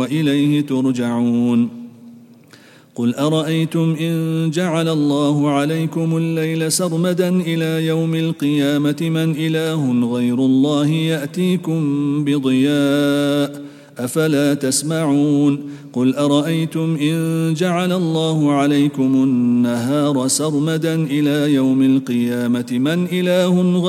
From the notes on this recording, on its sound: at the Houghton Masjid (West Street)